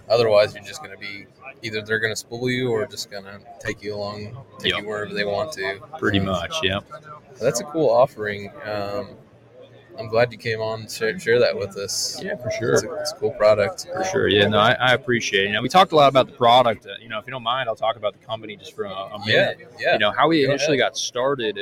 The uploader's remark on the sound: Live From ICast- Florida Fishing Products.